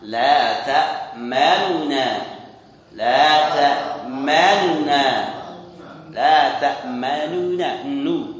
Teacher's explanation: Ini tadi dengan raum harakat dhammah nun dibaca tidak sempurna atau dalam kata lain setengah dhammah. La ta'manna, la ta'manna, la ta'manna nu, tapi setengah saja enggak usah jelas, bukan la ta'manna bukan, tapi la ta'manna, la ta'manna atau ismam la ta'manna, la ta'manna.